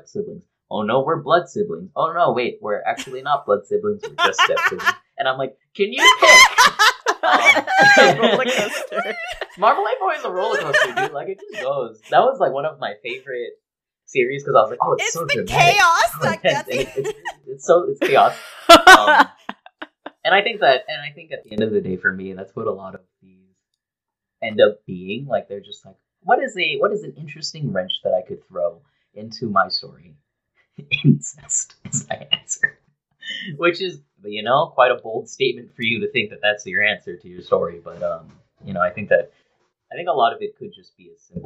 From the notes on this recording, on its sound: Apologies for the bad audio quality!